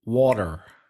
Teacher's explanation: the T in some American English pronunciation becomes like a D